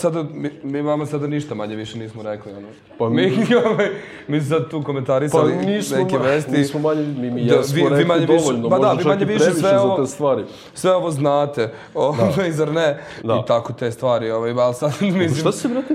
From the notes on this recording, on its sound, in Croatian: Ova epizoda je izvedena uživo u galeriji YIHR u okviru HFestivala.